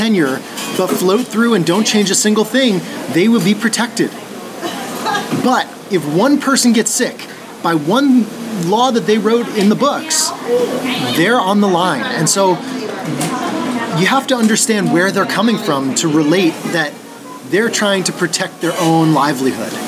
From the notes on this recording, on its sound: a conversation recorded live at a local coffee shop